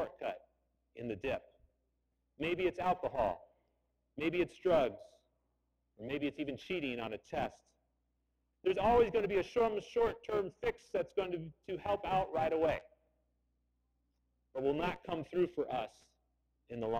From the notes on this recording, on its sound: I apologize that the audio is not as good as it has been in previous weeks. You might have to turn it up a little more.